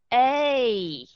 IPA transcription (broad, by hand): ā